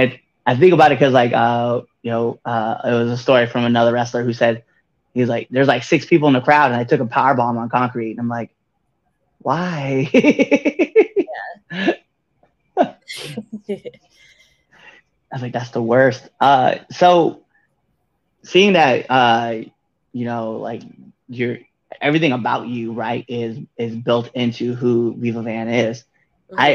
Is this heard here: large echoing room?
no